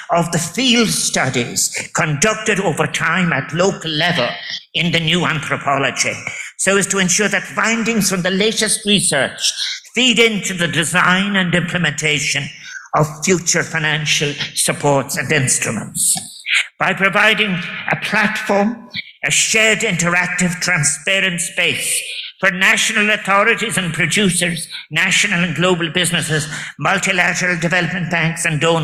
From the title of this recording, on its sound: Keynote address at World Food Forum Closing Session